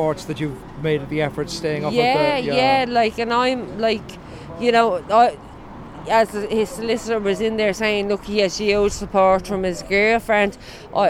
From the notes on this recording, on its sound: The Criminal Courts in Dublin City Centre. Chats to people outside the Criminal Courts in Dublin's City Centre.